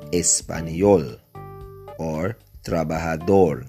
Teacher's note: the stress falls on the last syllable.